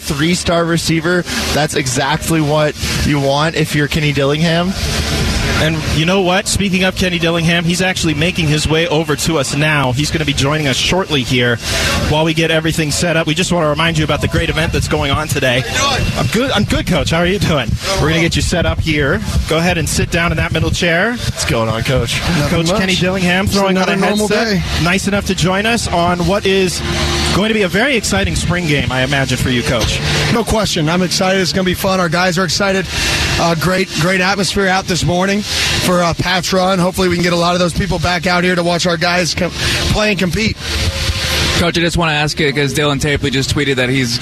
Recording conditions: busy venue